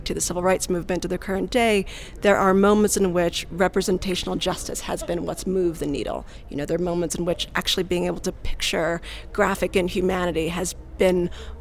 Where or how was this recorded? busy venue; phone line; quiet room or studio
busy venue